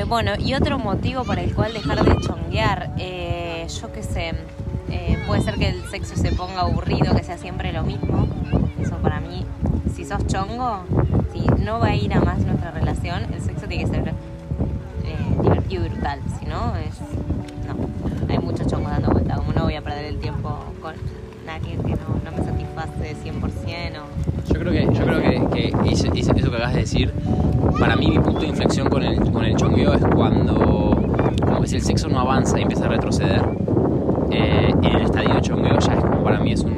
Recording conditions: wind noise